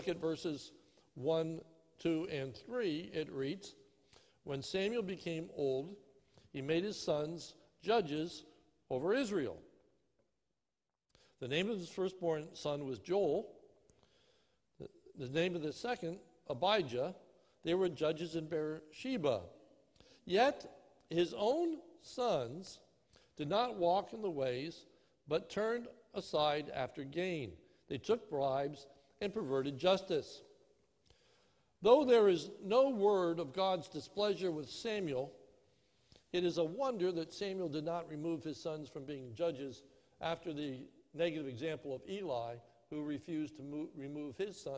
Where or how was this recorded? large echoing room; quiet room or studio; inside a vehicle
large echoing room